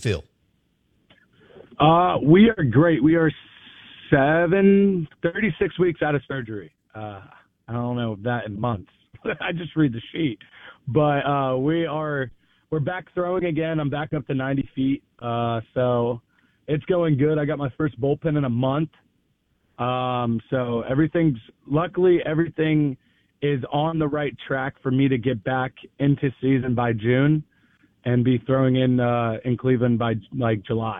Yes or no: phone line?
yes